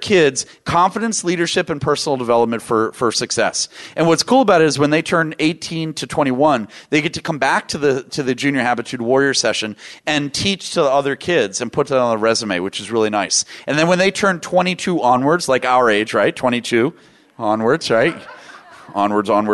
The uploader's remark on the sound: VoiceAmerica Talk Radio Live from NetMob Premiere™.